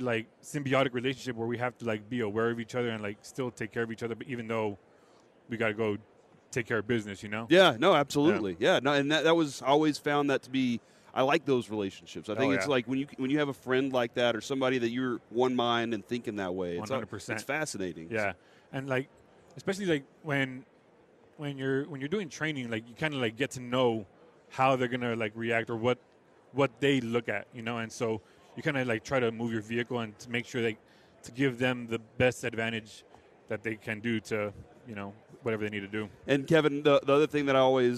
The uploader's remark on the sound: 11am hour of The K&C Masterpiece LIVE from Radio Row in Las Vegas!